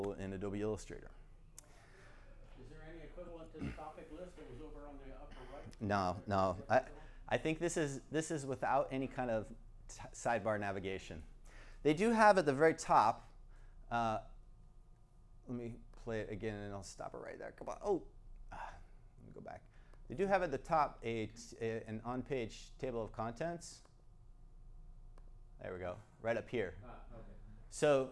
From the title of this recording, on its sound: Recording of my STC Sacramento presentation